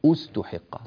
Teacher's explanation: إذا ابتدأنا بكلمة استحق نبدأ بالهمزة مضمومة